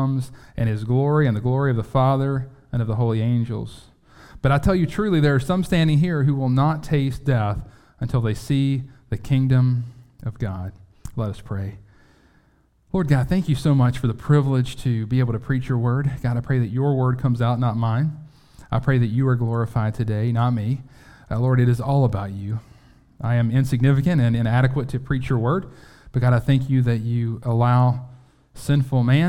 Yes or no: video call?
no